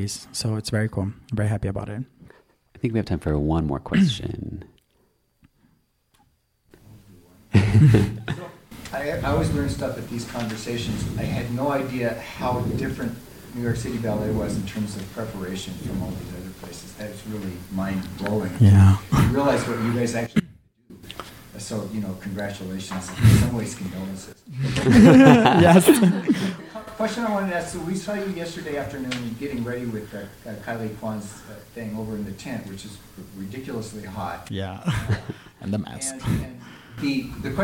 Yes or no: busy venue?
yes